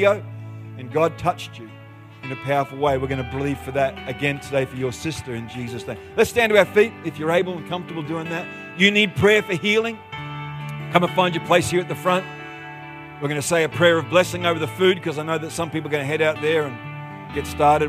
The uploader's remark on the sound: The live stream of Destiny Church Atherton.